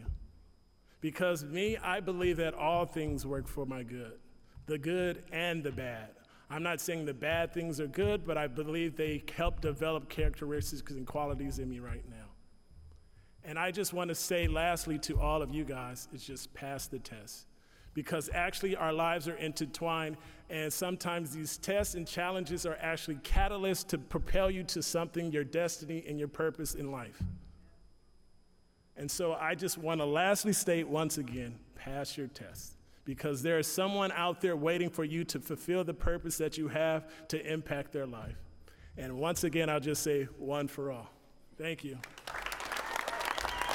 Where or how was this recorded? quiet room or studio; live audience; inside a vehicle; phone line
live audience